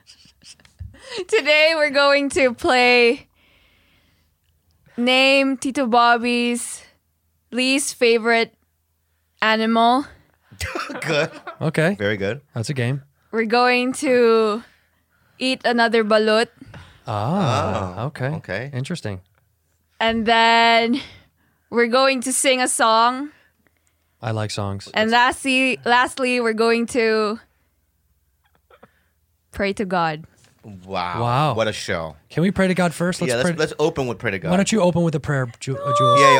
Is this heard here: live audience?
no